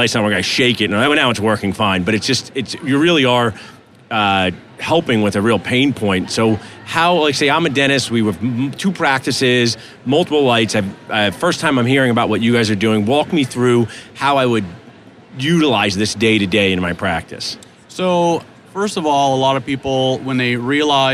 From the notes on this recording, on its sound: Live from the 3M booth at the GNYDM 2019